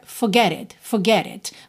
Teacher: Você nem tem traço ali da letra R